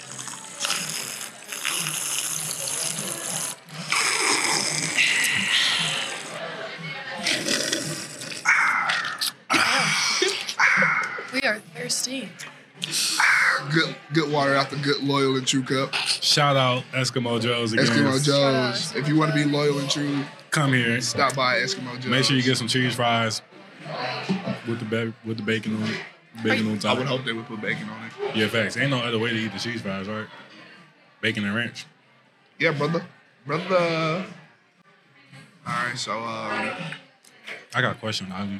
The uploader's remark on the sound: With the whole tennis team attending the recording, there might be some other voices you hear chiming in. Recorded at Eskimo Joe's on Thursday, February 1, 2024.